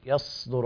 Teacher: يصدر هذه الصاد وليس فيها إشمام، بعض القراء يقرأ بالإشمام فيها يصدر، أما باقي القراء ومنهم حفص يقرؤون كذلك ورش يقرؤون بالصاد الخالصة يصدر الناس وهكذا.